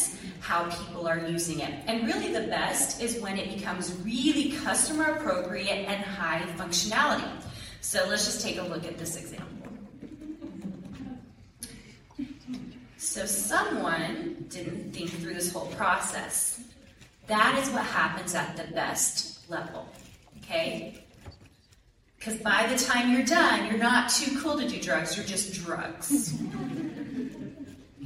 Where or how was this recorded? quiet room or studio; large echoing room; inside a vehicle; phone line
large echoing room